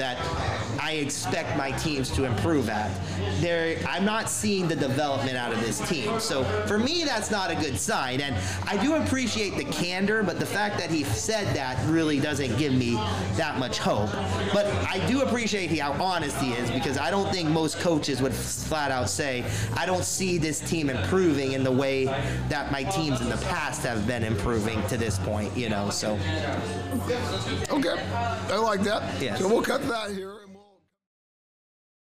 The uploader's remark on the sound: recorded at the legendary Max's Tavern